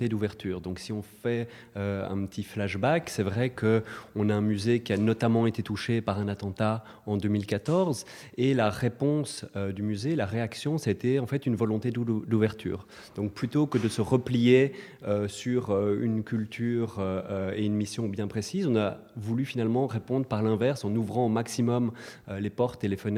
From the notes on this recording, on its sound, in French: en direct du salon Art on Paper, le salon du dessin contemporain organisé ce week-end à Bozar